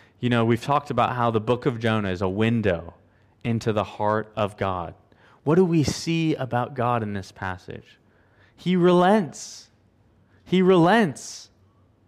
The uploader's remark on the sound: at Covenant Hope Church in Dubai, UAE, on Aug 07, 2022.